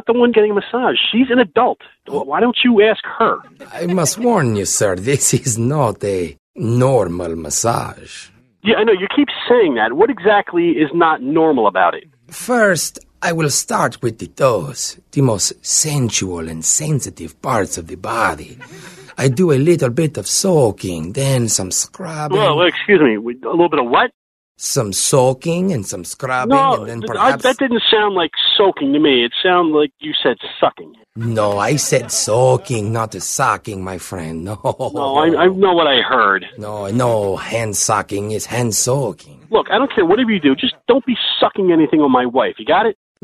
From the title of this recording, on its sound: Phone Tap